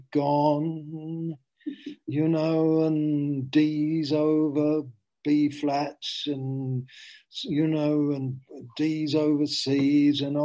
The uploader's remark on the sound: Zoom. Teign Valley Sessions.